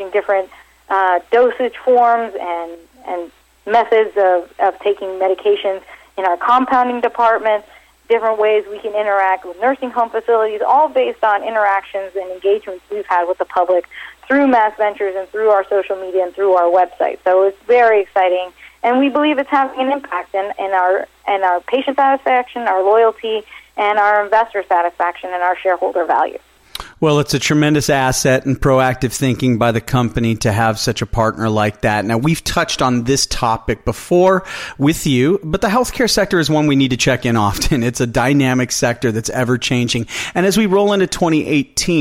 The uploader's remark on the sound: called in to SmallCapVoice